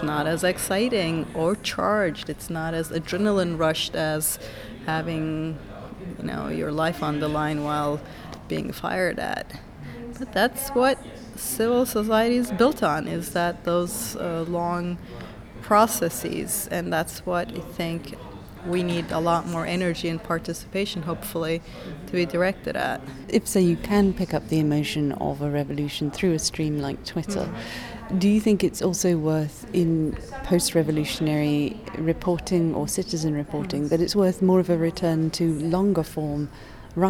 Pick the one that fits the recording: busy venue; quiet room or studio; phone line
busy venue